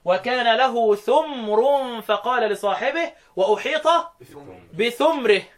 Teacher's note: ده الحق رمز ابو عمرو. يبقى ابو عمرو قرأ باسكان الميم